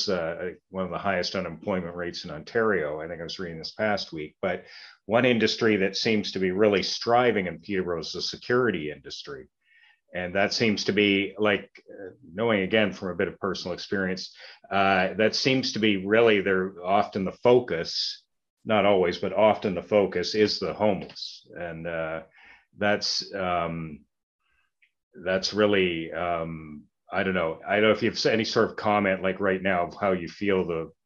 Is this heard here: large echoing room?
no